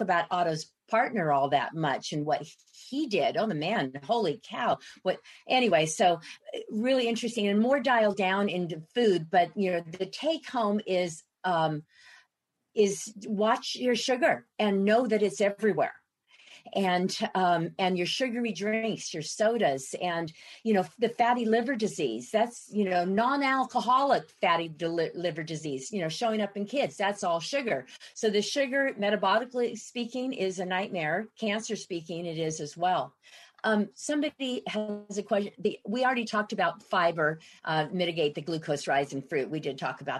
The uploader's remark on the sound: This program was recorded via video conference on June 1st, 2021 by the Commonwealth Club of California